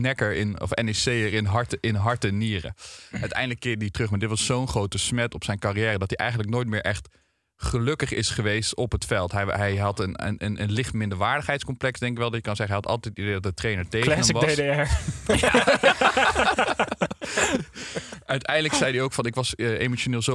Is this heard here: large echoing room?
no